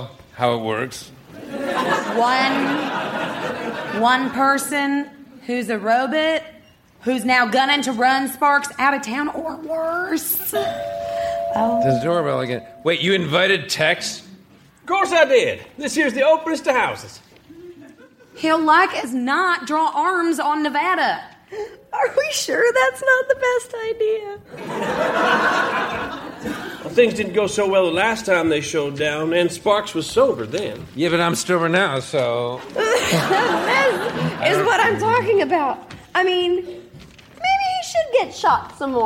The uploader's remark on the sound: Recorded Live 12/3/2011 at Largo, Los Angeles.